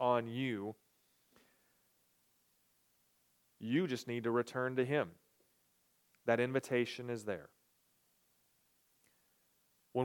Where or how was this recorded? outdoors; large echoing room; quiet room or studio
large echoing room